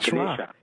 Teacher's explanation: the A at the end is pronounced like a schwa